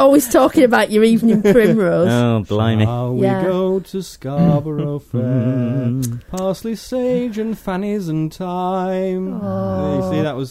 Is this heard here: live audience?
no